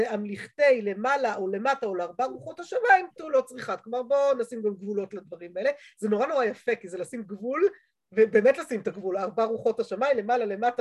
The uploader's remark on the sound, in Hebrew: השיעור הועבר והוקלט בזום בחודש אדר א ה'תשפ"ב.